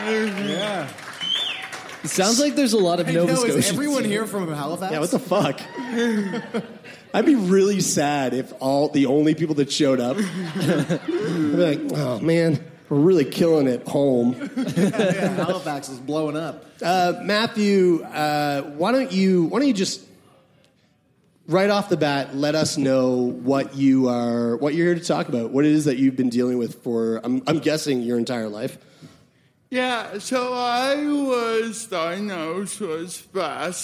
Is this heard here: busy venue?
yes